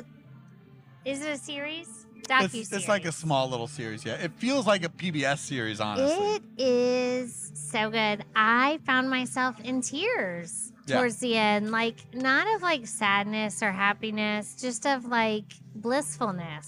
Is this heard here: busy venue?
yes